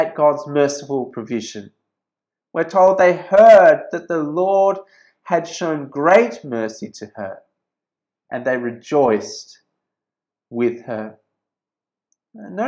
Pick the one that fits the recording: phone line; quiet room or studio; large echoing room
large echoing room